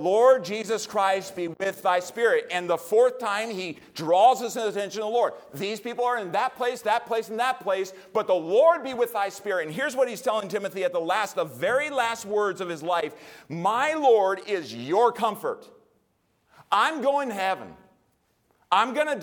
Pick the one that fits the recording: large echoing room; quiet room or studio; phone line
large echoing room